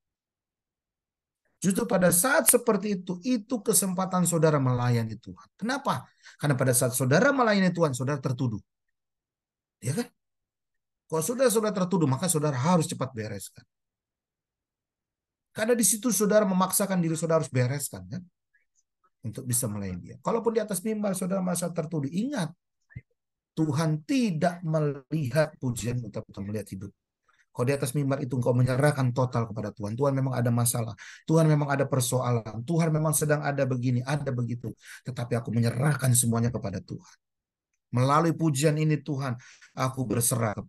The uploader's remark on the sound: Audio Zoominar